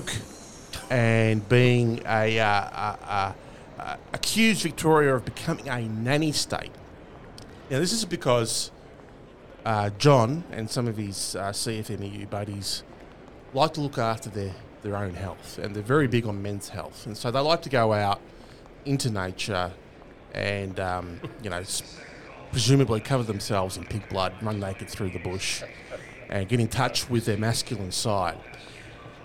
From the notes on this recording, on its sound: live from the Chairman’s Lounge the best duck hunting location in Victoria — Cape Conran Coastal Park